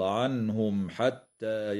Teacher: كما تظهر الميم الساكنة عند الحاء في قوله تعالى عنهم حتى، ويسمى إظهارا شفويا